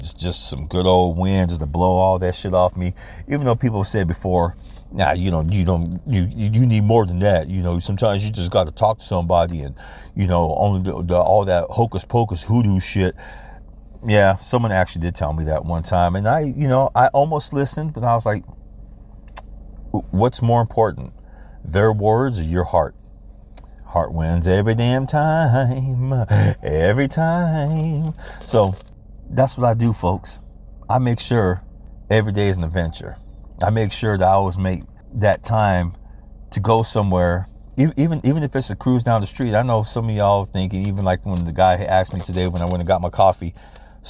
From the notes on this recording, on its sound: why do you do your podcast from the car again?